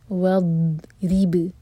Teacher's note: ضاد ساکن پر تھوڑا سا ٹائم دیں گے اور جھٹکا نہیں ہونے دیں گے